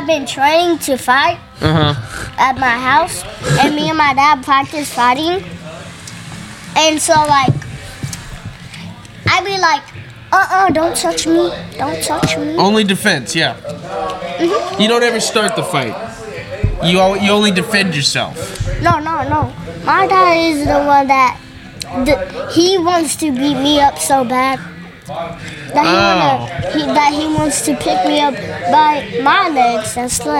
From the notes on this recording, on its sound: LIVE FROM THE AXL BARBER SHOP!